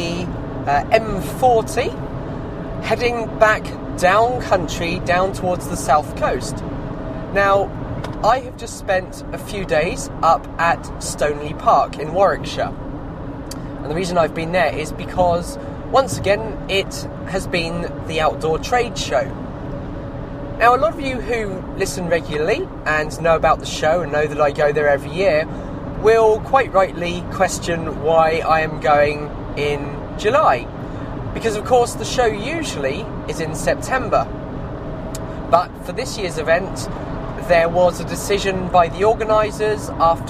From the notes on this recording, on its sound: Outdoor Trade Show 2017. I’m on location, in my hammock.